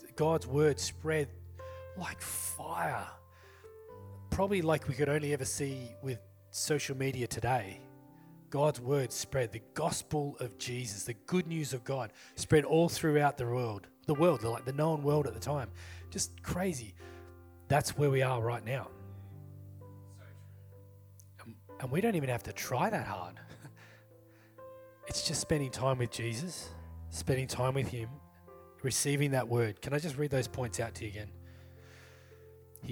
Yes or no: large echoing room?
yes